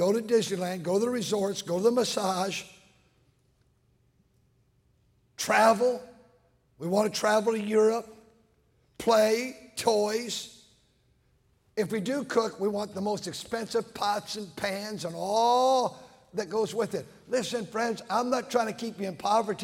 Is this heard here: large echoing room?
yes